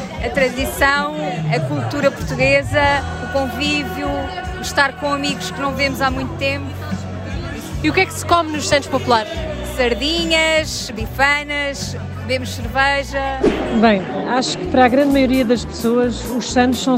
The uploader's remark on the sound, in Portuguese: Gravado à mesa, em pleno mês de Junho, nos Santos Populares em Lisboa